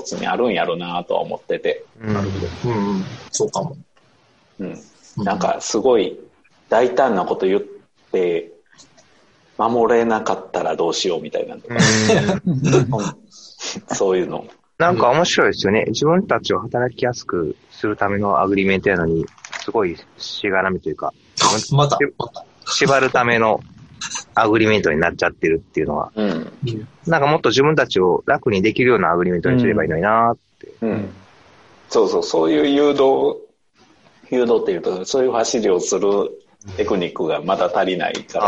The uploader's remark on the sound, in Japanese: 今回も Zoom によるリモート収録です。